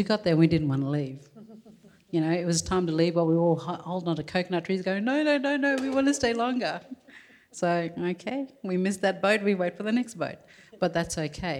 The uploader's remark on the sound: Recorded before a live audience at the Art Gallery of South Australia.